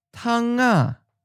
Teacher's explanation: Carry over the NG sound and we get tang a.